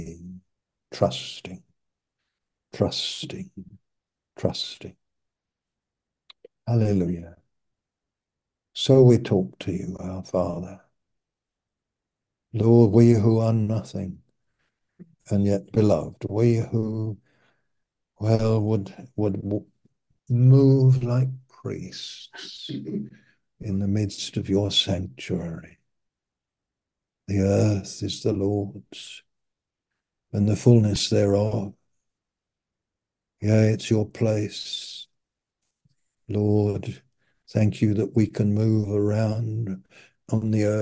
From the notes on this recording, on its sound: Malaysia Meets (Zoom).